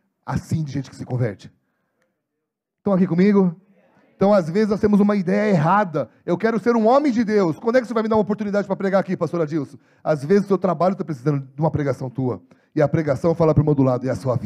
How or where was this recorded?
large echoing room